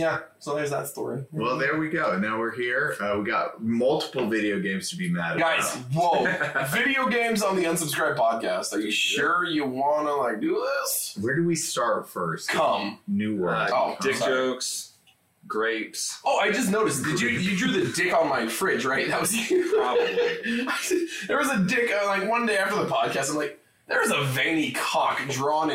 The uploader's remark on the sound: SORRY ABOUT THE AUDIO. YES THE AUDIO IS BROKEN. A WINDOWS UPDATE BROKE OUR AUDIO.